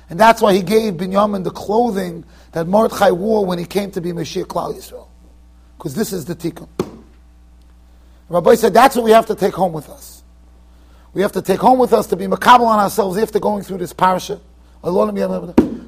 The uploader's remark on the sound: Shiur recorded in Yeshivas Ohr Reuven, Monsey NY.